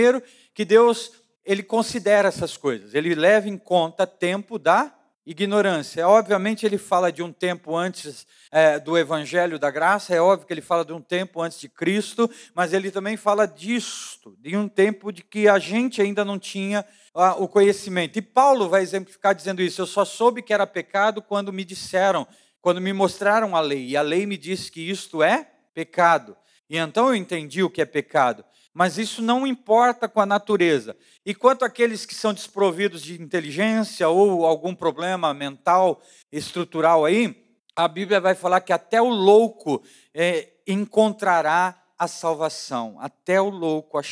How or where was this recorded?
large echoing room